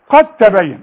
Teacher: والدال مش هتبان ابدا